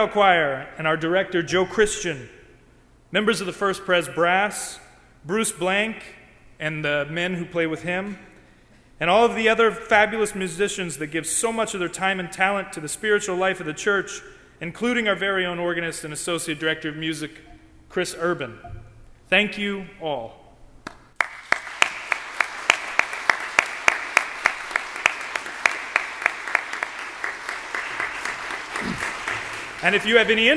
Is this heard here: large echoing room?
yes